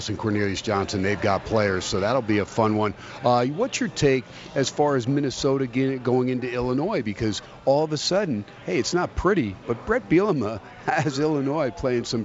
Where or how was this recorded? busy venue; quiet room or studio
busy venue